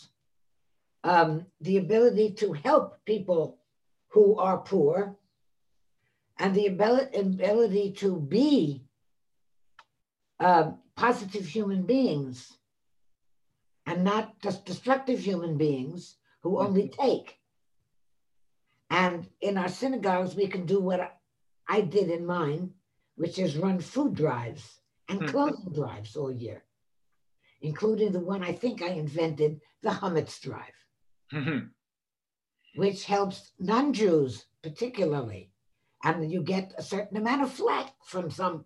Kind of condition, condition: link, video call